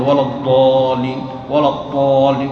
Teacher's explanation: ولذلك إذا أدخلت الثنيتين في مخرج الضاد صارت ضاء بالإشارة، وإذا أدخلت الحنك الأعلى في المخرج صارت دالا مفخمة أو طاء